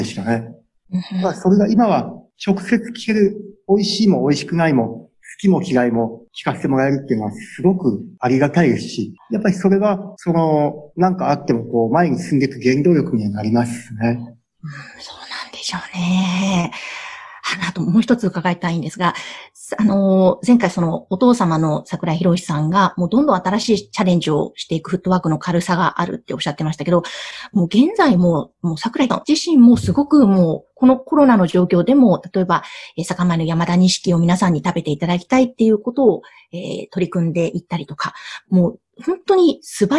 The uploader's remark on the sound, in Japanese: Zoom・オンラインでインタビュー収録をしています